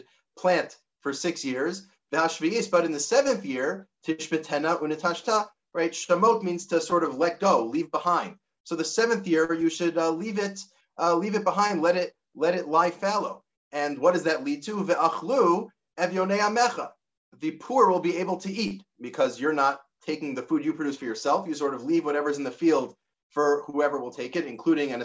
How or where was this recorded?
video call